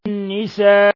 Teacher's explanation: قوله تعالى والمحصنات من النساء النون مشددة في لفظ النساء تغن مقدار حركتين النساء هذا مد متصل لاتصال الهمزة بحرف المد نفس الكلمة يمد من 4 إلى 5 حركات